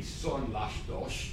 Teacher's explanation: the S is very clearly pronounced with a rather high degree of sibilancy. In Mexico City, these S's are pronounced quite strongly and very noticeable, son las dos.